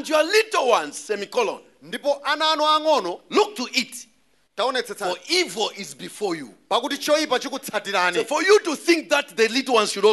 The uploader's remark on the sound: Preached at the Great Escape Sunday at Word Alive Blantyre City Church on 26th February 2023